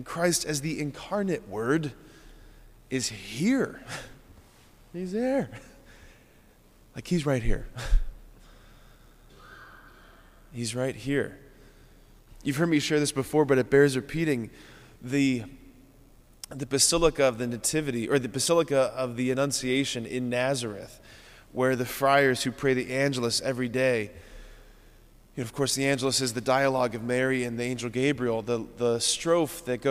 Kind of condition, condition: setting, large echoing room